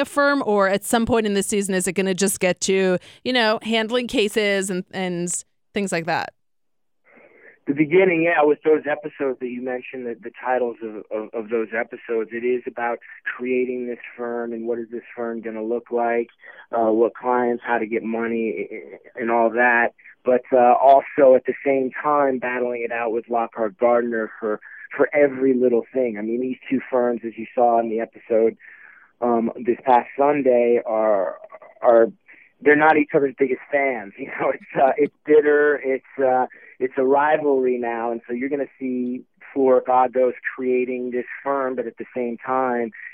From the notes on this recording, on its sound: Called in to the EW Radio's TV Editor's Hour. On SiriusXM channel 105.